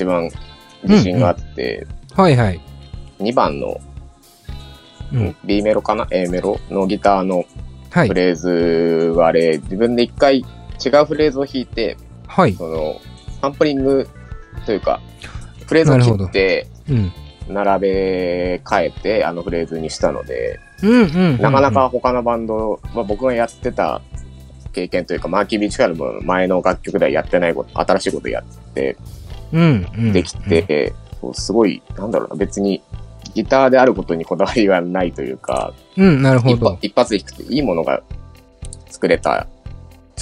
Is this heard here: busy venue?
no